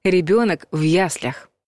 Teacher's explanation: ударение во всех падежах падает на первую букву «ребенок в яслях».